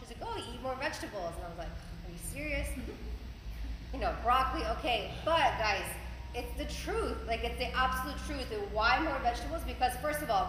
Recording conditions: live audience